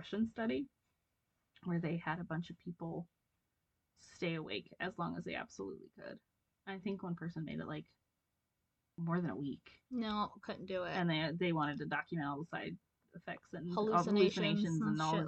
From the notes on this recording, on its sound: Bear with us on the audio of this and the next couple episodes. We aren't sure what went wonky but we will sort it out and have better quality coming at you asap!